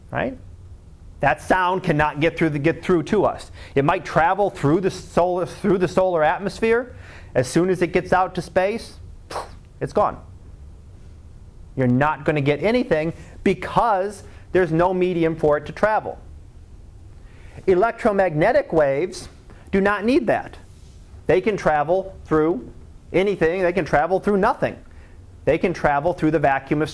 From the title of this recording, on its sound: Live Class Lecture